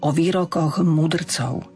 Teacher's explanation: ch na konci slova výrokoch sa nám mení na znelé h